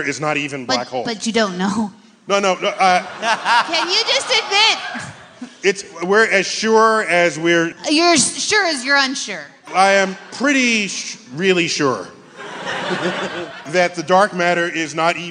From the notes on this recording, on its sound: In the second half of our live show at the Neptune Theatre in Seattle.